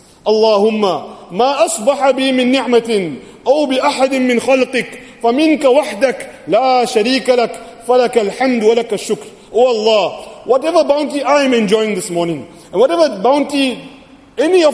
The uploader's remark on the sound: Jumuah lecture